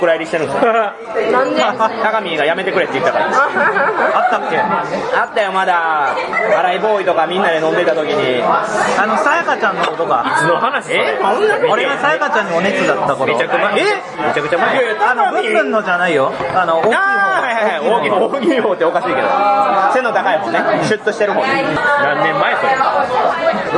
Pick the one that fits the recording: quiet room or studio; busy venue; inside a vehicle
busy venue